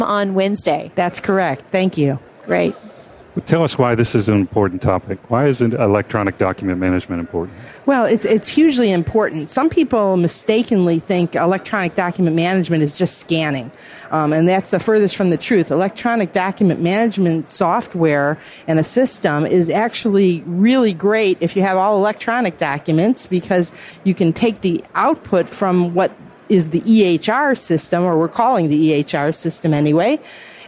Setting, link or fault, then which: setting, busy venue